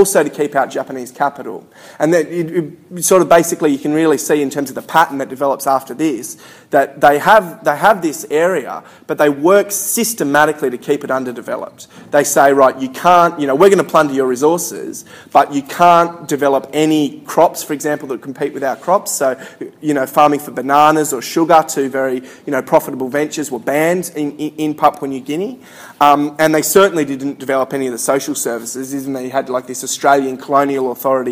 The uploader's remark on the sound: Recorded at a Solidarity meeting in August 2013.